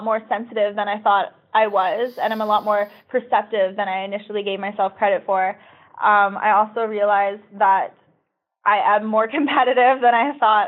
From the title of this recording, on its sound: Phone Interview